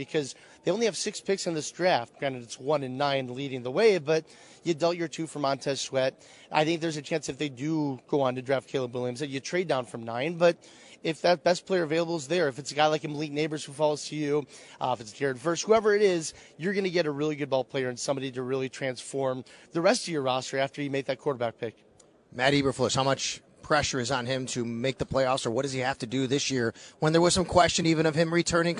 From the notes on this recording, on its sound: Join the show as well live from the Draft Combine.